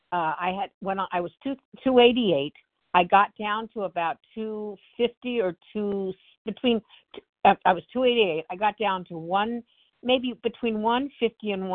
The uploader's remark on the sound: the 100 Pounders Phone Meeting, 12/12/23